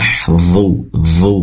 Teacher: Kemudian dhu, pastikan ujung lidah nempel ke ujung gigi seri atas, seraya pangkal lidah naik ke atas, karena salah satu sifatnya dhu adalah itbak, ya, huruf sangat tebal ya, dan juga ada sifat rikhwah yang terdengar aliran suara. Mah, dhu, itu ada aliran suara yang terdengar.